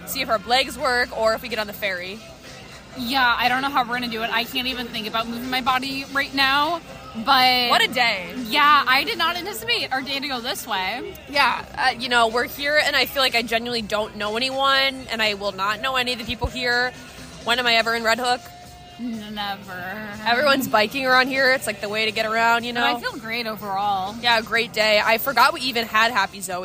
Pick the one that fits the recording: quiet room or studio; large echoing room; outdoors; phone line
outdoors